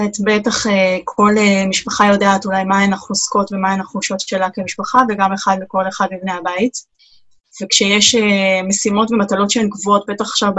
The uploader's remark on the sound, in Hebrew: כולנו בבית וגם תוכנית זו הוקלטה בזום בבית.